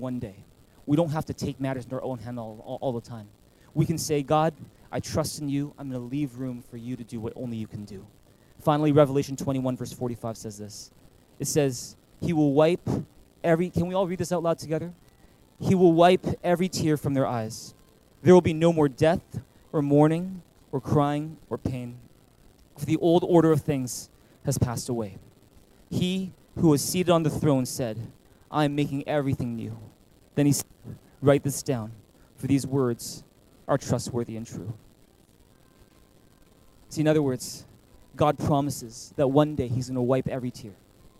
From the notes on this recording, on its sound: At THRIVE Church Vancouver, Canada.